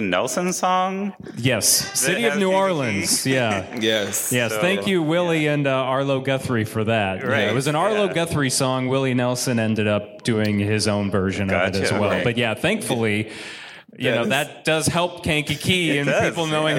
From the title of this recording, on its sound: Live at Paramount Theater